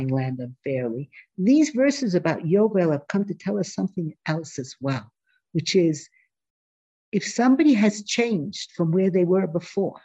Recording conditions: video call